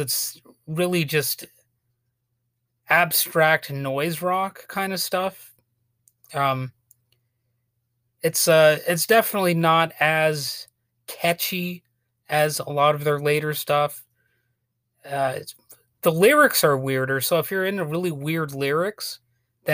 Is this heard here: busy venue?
no